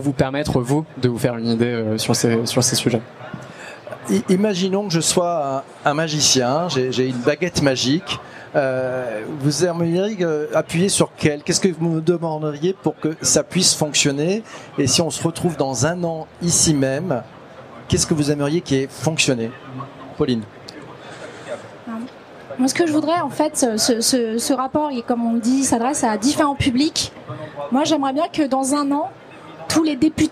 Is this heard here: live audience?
yes